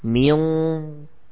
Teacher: tatkala pengucapan ikhfa qaf, kalau kita tutup hidung kita, suara akan terhenti